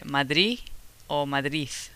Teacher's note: It's easier for us to say either Madrid or Madrid. So I make it th sound instead of D. So I either hear the D pronounced particularly at the end of a word, either nothing or a th sound.